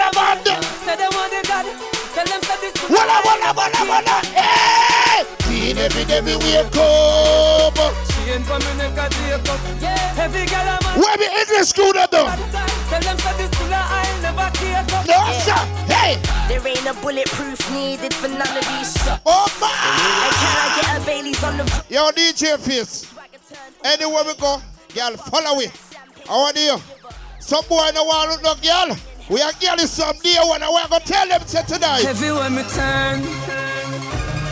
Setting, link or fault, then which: setting, busy venue